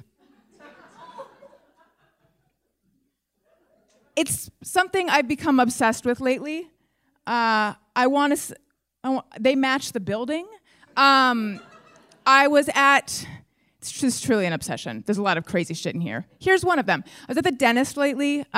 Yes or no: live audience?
yes